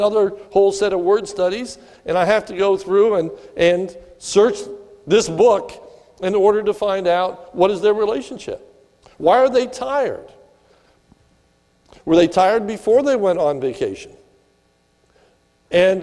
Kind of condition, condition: setting, large echoing room